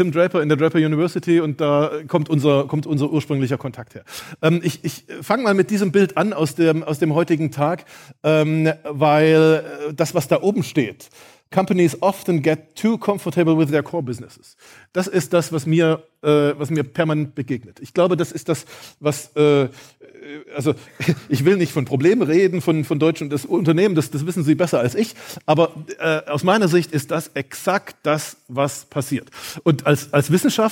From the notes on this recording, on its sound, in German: In meiner Keynote vom Zukunftskongress 2022 stelle ich dir das „Geheimnis“ wissenschaftlicher Zukunftsforschung vor.